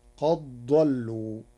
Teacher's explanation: قرأ ورش قد ضلوا بإدغام الدال في الضاد، فتصير قد ضلوا لقربهما مخرجا.